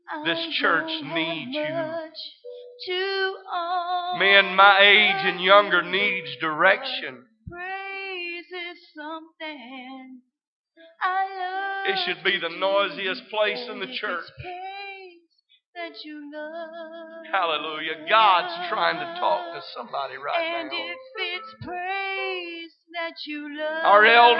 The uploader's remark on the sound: This service is broadcast live from First Pentecostal Church in Silsbee Texas.